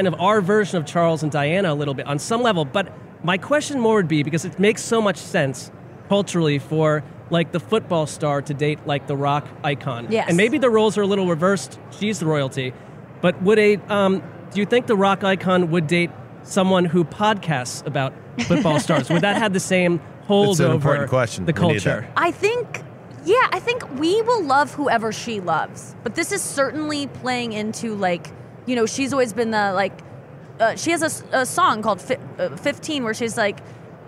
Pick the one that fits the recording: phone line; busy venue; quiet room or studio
busy venue